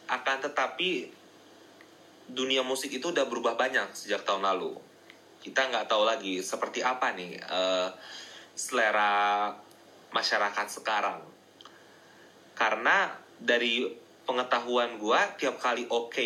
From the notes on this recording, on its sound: Instagram Live Session